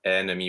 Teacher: that initial en is not an a nasal. It's not ennemi.